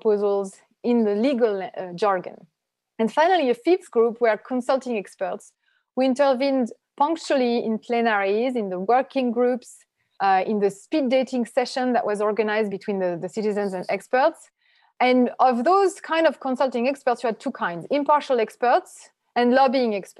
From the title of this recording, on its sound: Special Webinar